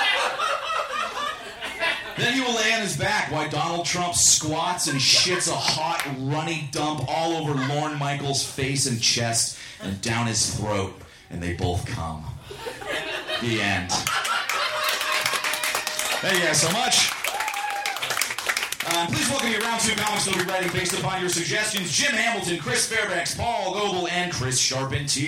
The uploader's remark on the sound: Recorded live at The Virgil in Los Angeles on October 18, 2015.